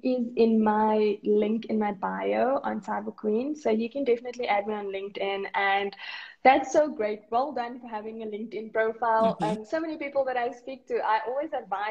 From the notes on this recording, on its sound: This is an Instagram Live interview